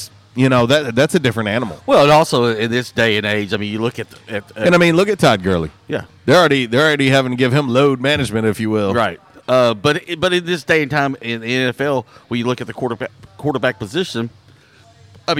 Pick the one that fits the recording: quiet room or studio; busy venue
busy venue